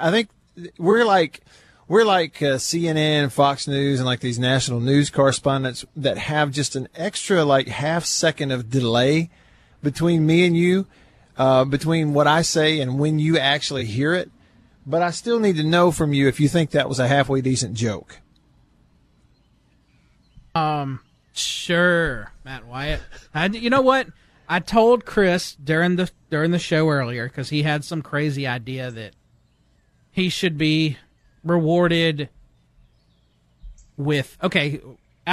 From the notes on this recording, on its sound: LIVE from the porch in Vicksburg